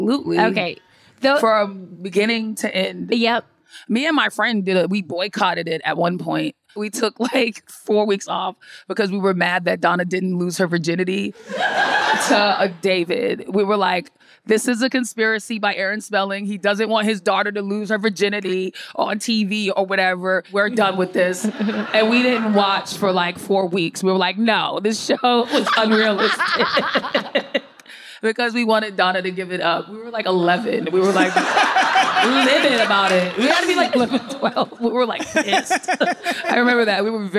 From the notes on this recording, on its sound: For a special live recording in New York City!